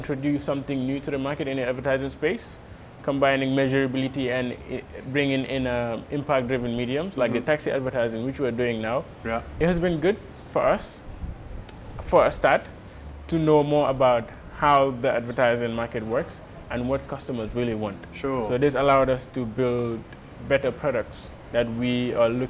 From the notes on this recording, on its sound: West African Summit Mini Series. Was recorded at the AfricArena West African Summit in June 2021, held at The Raddison Sea Plaza hotel in Dakar. Throughout the conference, I chatted to as many stakeholders as possible.